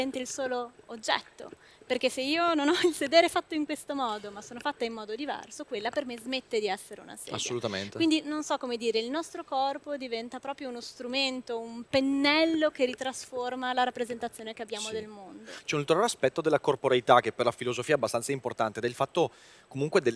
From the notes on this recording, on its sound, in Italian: Al Web Marketing Festival ho cogitato